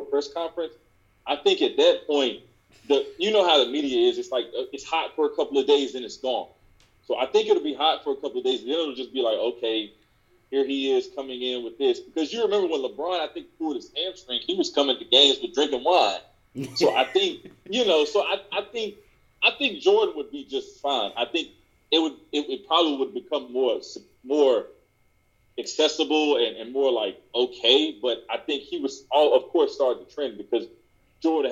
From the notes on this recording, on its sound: jumped on zoom